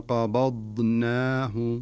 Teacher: وفي نفس الوقت لا تقلقل في الضاد، لأن الضاد ليس من حروف القلقلة، يعني حروف القلقلة قطبة جد، فلا تقول قبضناه قبض هذا خطأ.